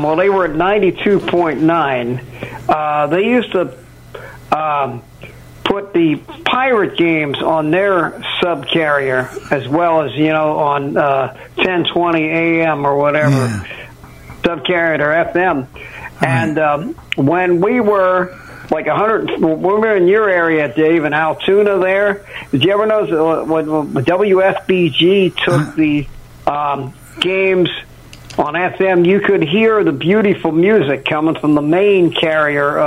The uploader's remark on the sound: The coffeeclub where we take your live calls.